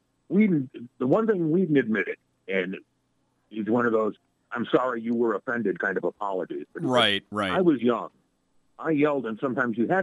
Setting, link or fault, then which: link, phone line